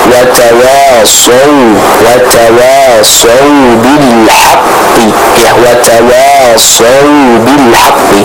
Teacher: Sadnya tebal, wawnya tetap tipis, dialirkan dengan lembut